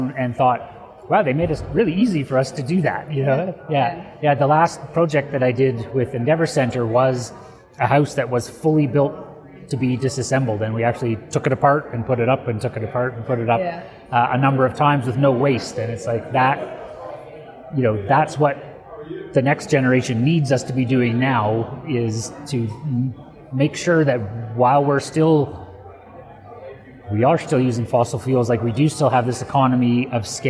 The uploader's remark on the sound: recorded at the Passive House Network Conference